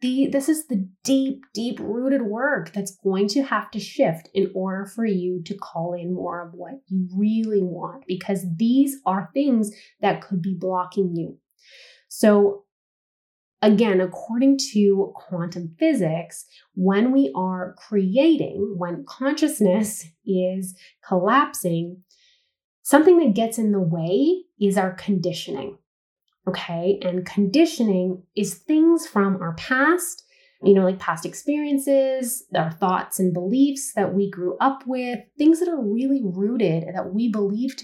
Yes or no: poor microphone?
yes